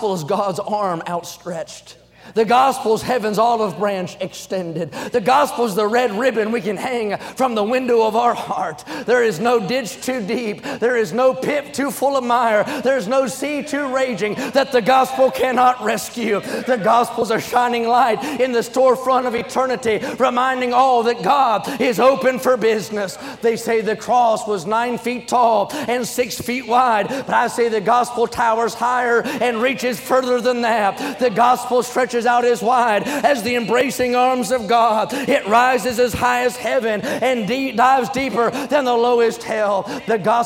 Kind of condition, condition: setting, live audience